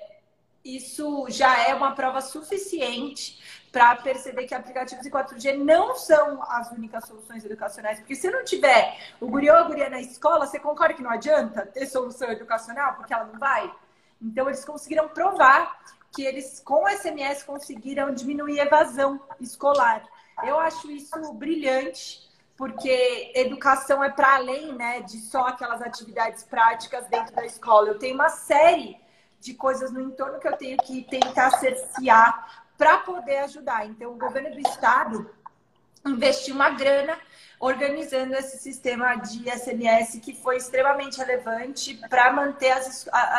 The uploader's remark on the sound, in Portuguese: Esse áudio foi originalmente uma live, realizada no instagram da SOMAS em 25/01/2021.